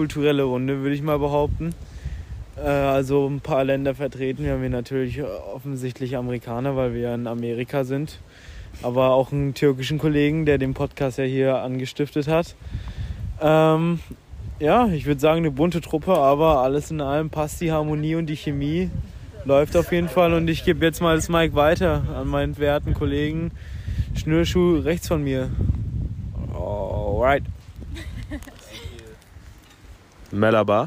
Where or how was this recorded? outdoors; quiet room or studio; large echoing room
outdoors